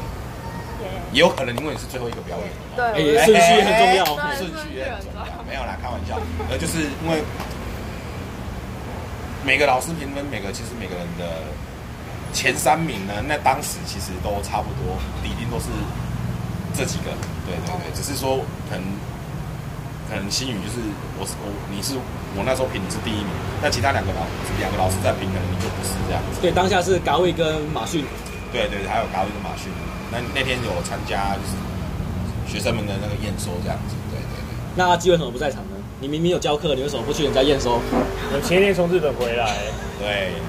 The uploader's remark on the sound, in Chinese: 錄音地點：台南 牽咖啡